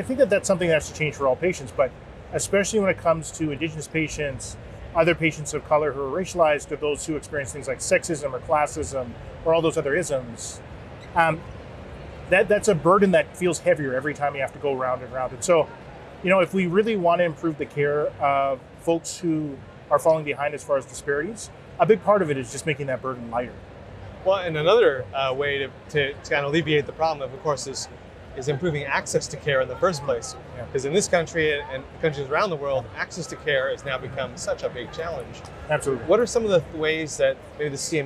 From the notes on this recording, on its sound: at the 2023 Collision Conference held in Toronto